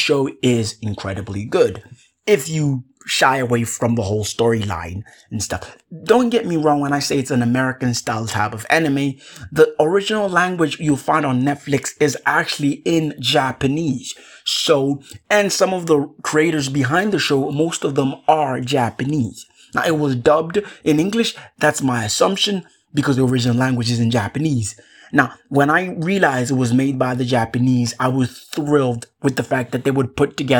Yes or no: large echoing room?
no